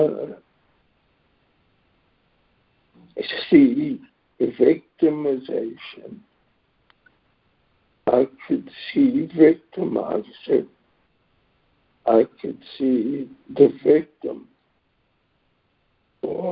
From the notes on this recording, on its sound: ACIM Daily Conference Call.